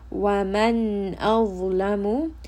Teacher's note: here we have noon with a sukun followed by hamza, which is a throat letter, meaning that this noon is going to have idhar. It is going to be clear. Azlamu, dha is permanently heavy.